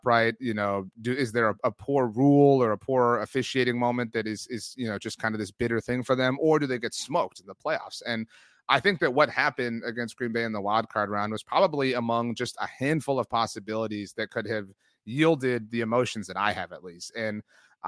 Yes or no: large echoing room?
no